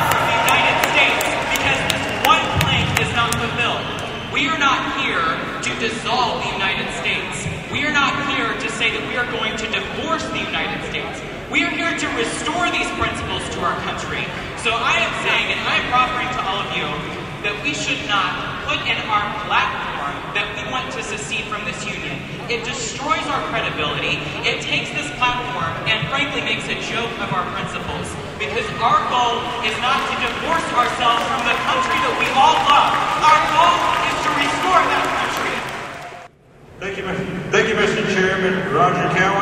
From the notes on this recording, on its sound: This is actual audio of the Texas independence debate from the floor of the 2016 Republican Party of Texas state convention.